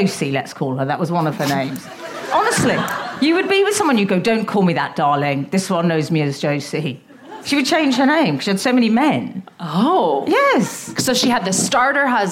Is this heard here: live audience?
yes